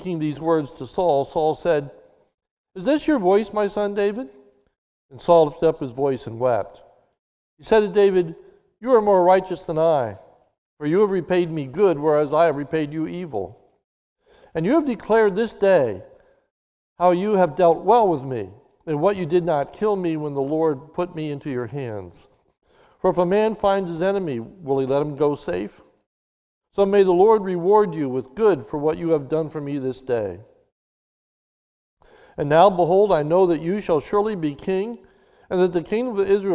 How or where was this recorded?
large echoing room